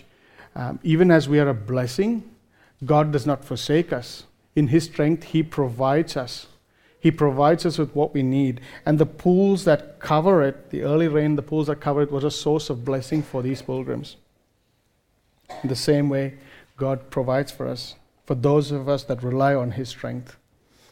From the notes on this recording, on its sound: recorded live at Grace Community Bible Church